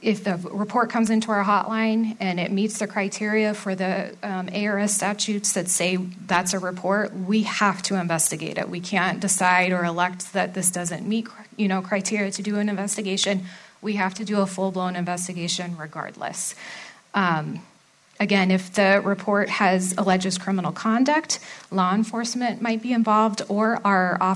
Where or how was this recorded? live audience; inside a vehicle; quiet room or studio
live audience